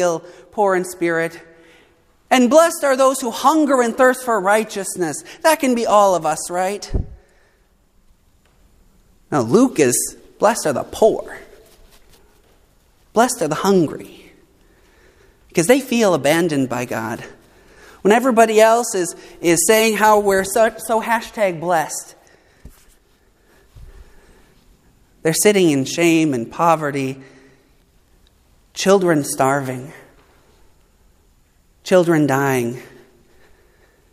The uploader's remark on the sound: preached at Saint Mark Lutheran Church in Morristown, NJ and Good Shepherd Lutheran Church in Florham Park, NJ